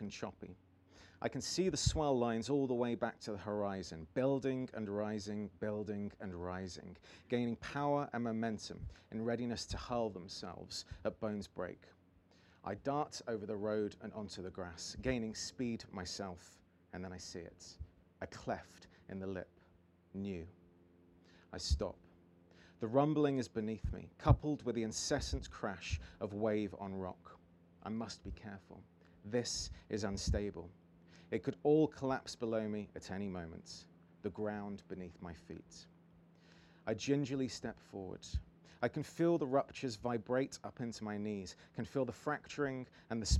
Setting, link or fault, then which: setting, busy venue